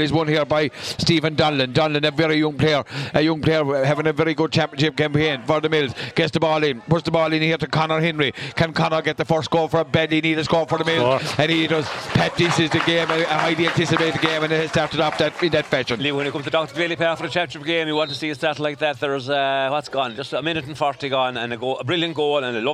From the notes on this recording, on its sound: Crusheen vs O’Callaghans Mills. Outside broadcast.